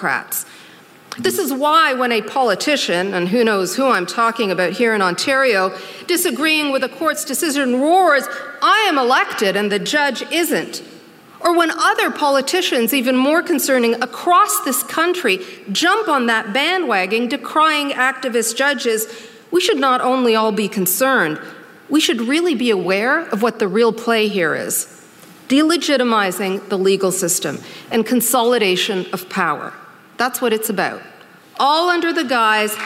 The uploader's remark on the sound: during ideacity's 20th anniversary conference